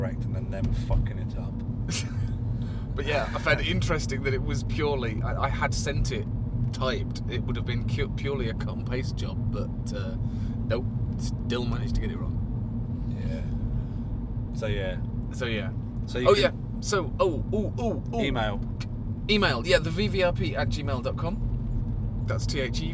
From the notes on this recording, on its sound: Vape Jam UK. We chat a lot in the car. Be prepared for shocking audio.